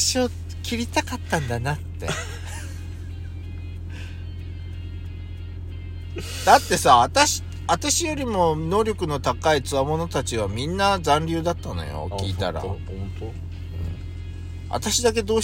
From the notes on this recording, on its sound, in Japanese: 2人組。パーキング収録。